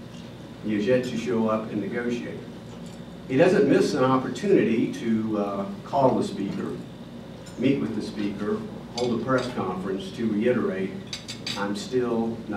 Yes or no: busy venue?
yes